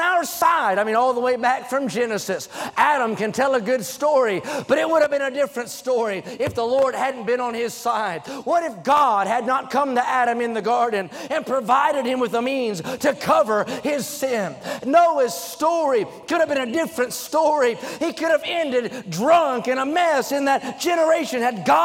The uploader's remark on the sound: During the Wednesday Evening service. At North Valley Baptist Church in Santa Clara, California.